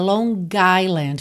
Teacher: você junta Long Island, porque você vai ter uma vogal logo na sequência